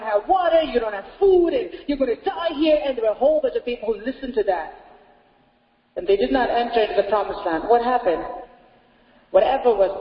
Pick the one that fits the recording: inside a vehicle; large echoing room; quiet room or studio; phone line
large echoing room